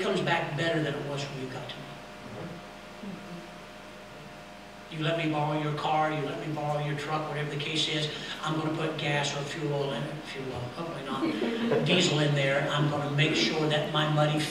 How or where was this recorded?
large echoing room